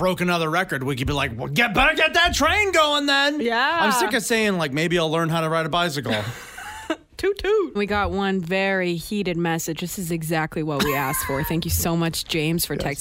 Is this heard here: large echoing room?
no